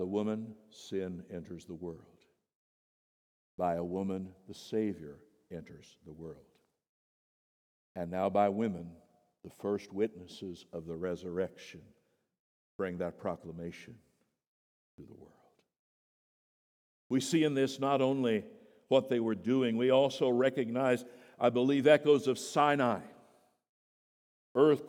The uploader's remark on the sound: The Easter sermon at Boulevard Baptist Church. At the 8:00am service.